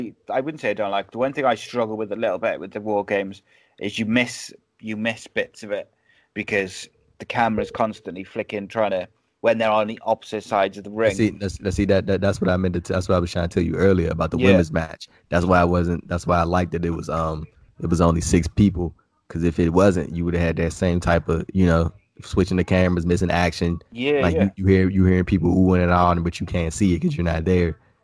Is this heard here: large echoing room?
no